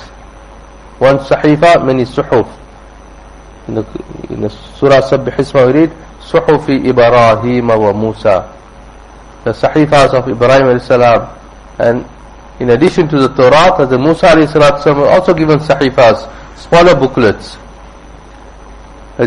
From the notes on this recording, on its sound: Jumuah Lecture at Musalla Musab bin Umayr